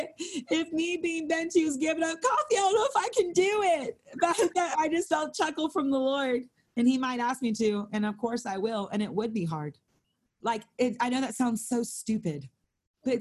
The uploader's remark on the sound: held over zoom